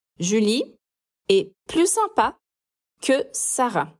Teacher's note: Aqui também não falamos o S do plus, porque tem um adjetivo que vem depois e começa com uma consoante